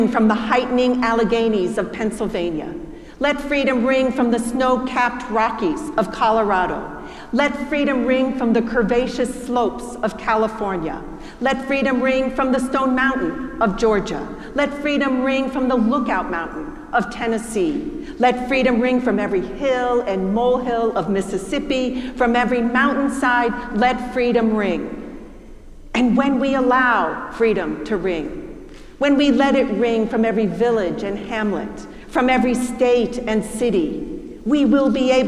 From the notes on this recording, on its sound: preached at our celebration of the Holy Eucharist